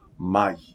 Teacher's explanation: Mai is two very fast rolled together syllables.